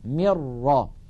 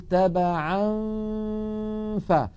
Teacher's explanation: الغنة باقية والجزء اللساني من النون معدوم. · Shown in: second take · Term: الإخفاء